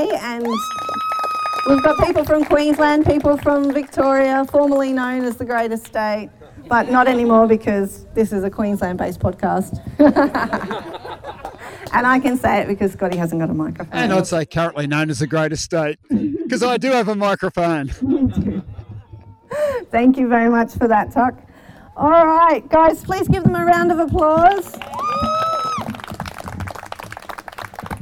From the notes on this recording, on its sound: Adventure to South Australia for the third annual listener meet-up and have a rolicking good time recording live with friends old and new at Mount Barker parkrun.